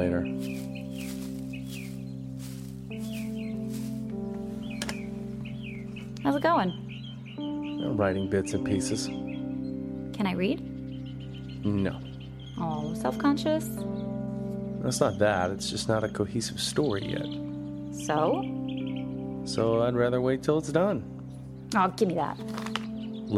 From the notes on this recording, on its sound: While resting outside a small convenience store.